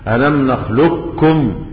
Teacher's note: كاف مشددة بس ما فيش أثر للقاف · Term: الإدغام الكامل